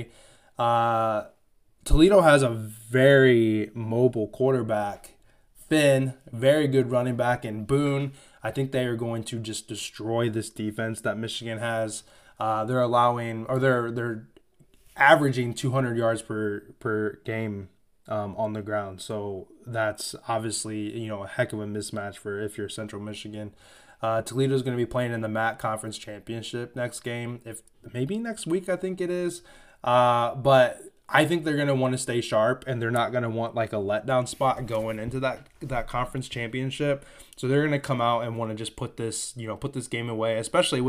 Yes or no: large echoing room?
no